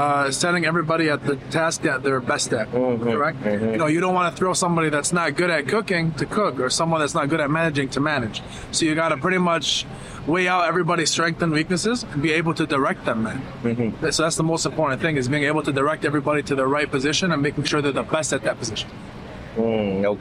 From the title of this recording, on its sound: Interviews at Veecon 2023